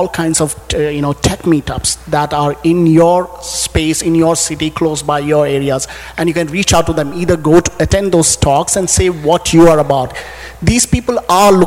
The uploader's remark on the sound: Recorded at NJ Spotlight On Cities, held October 16, 2015 at the New Jersey Performing Arts Center.